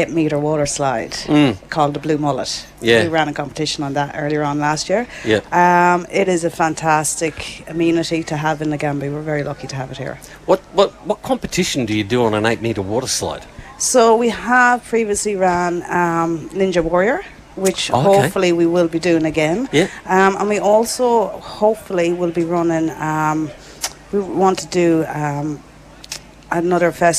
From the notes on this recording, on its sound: A special outside broadcast live from the 2024 Nagambie On Water Festival. From Lake Nagambie.